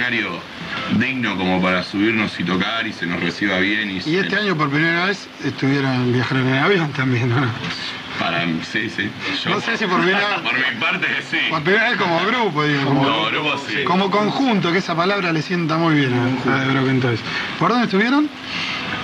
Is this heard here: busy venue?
yes